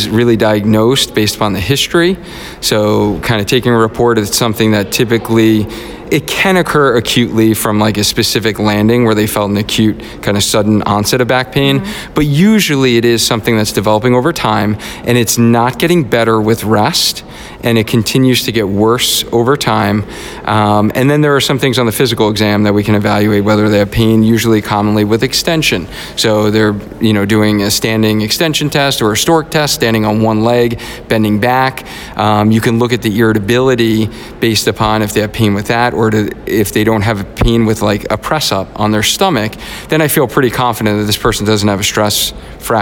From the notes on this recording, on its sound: LIVE from the APTA NEXT Conference in Chicago. I'm coming to you live from Chicago, Illinois at the APTA Next conference.